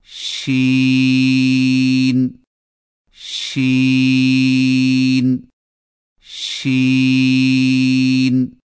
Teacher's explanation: شین کی ادائیگی میں زبان کے درمیان کو تالو کی طرف بلند کرتے ہوئے باریک اور پھیلتی ہوئی آواز میں پڑھیں، یعنی شین شین شین.